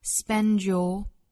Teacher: spend 和 you 之间可以连读同化带出 z 的发音